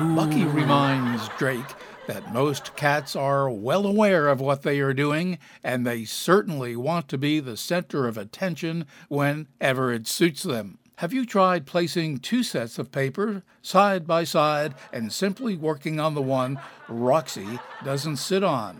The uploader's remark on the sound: Live from the Stranded Theater in New York City.